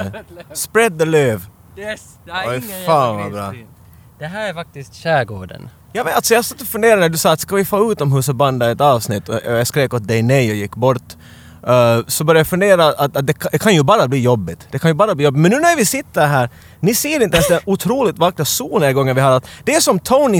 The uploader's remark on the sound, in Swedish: Men inte till nattgaraget under huset, utan långt ut på strandkanten. Podden är denna gång inspelad bland pöbeln ute på Råholmen i Helsingfors, och samtidigt live-streamad till våra glada följare för maximal interaktion med vildsinta actiondårar.